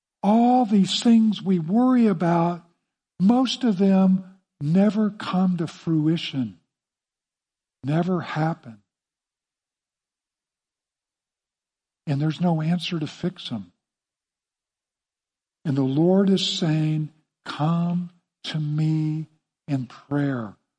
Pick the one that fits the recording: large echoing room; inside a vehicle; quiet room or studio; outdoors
large echoing room